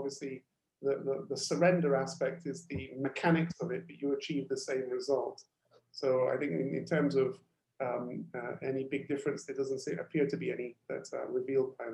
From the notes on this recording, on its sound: Webinar audio recording dated 8 Dec 2020.